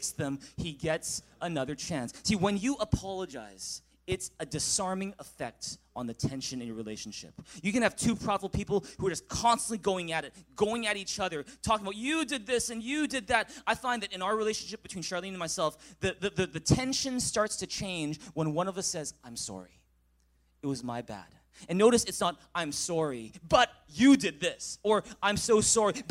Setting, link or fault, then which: setting, large echoing room